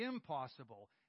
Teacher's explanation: The N has almost become a P.